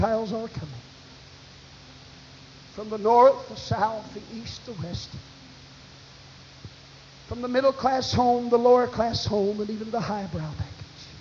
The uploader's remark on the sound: This evangelistic message was preached at First Apostolic Church in North Vernon, Indiana on March 22, 1989.